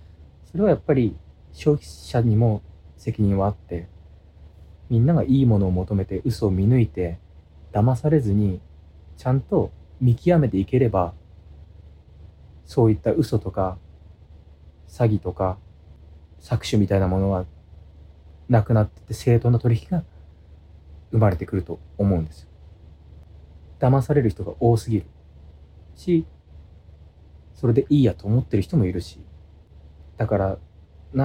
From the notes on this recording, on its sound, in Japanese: 無菌室なので空気清浄機のノイズや音量バランス等お聞き苦しいかもしれませんがあしからず。